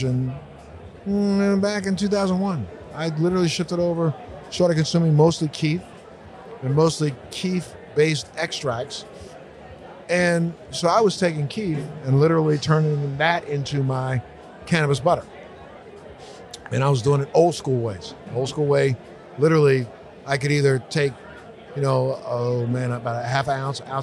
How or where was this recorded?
busy venue